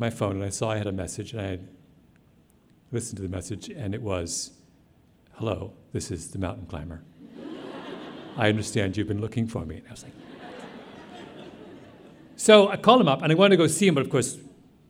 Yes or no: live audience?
yes